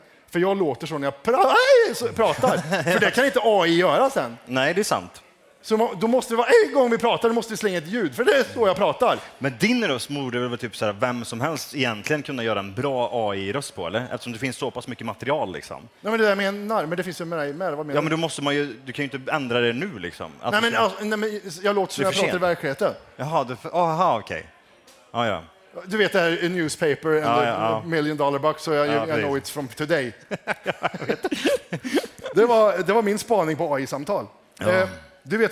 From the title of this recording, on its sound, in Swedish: Live från Poddfest 2023